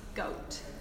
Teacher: it is composed of a velar plosive, then of a diphthong, a back closing diphthong, and finally another plosive, an alveolar plosive